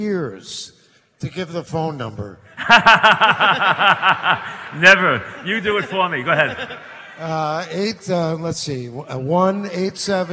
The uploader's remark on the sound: Live at the Tilles Center